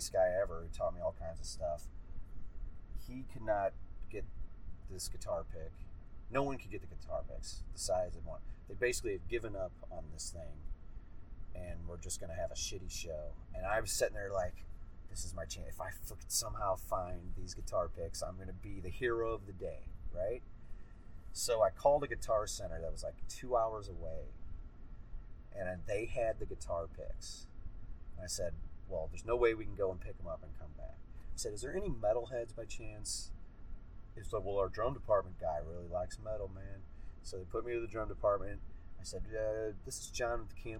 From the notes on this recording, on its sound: so as with most of our mobile interviews the sound isn't perfect